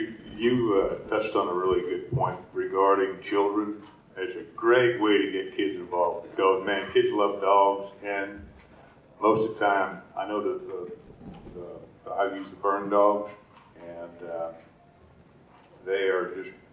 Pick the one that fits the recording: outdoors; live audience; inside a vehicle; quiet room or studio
live audience